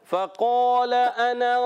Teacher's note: ہے اعلی حمزہ اور عین کلیئر ادا ہو اعلی گڈ تو لام پر کھڑا زبر ہے ایک الف کھینچ کے ادا کریں گے